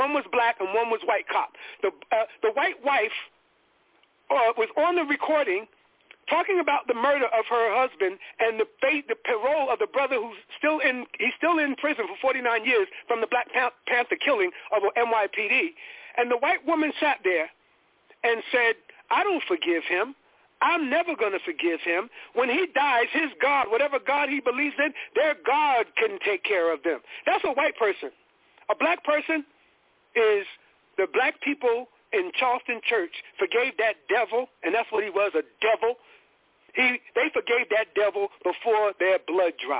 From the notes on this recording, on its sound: Live & Call-In